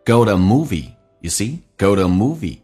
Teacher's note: 因为前面是元音，所以 to 弱化成 t 弱化成 d，那么 u 弱化成 a